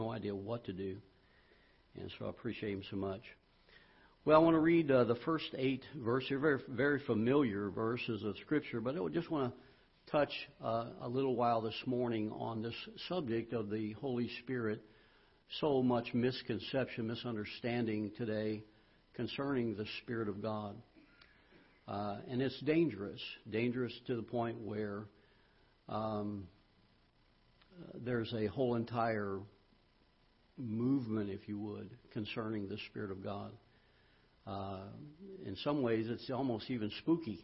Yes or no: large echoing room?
yes